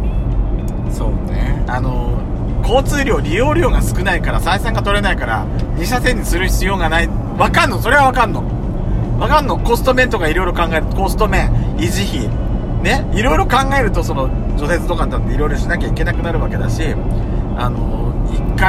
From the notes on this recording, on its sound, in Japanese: ドスドライブ収録。ロードノイズゴメンね。高速道路。